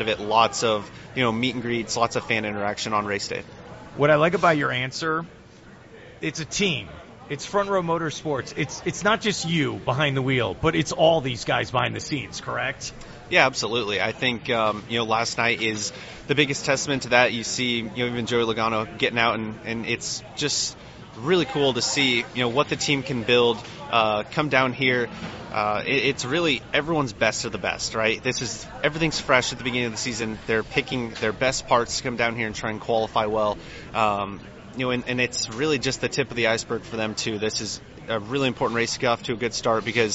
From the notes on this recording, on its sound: Joined live at the Daytona International Speedway.